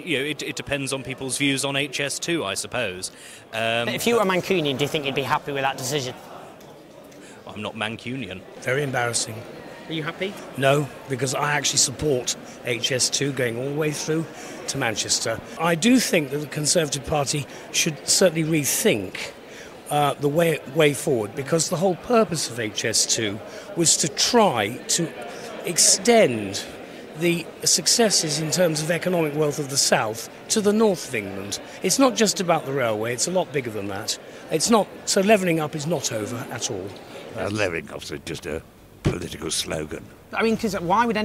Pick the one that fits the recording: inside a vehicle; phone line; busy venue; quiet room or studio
busy venue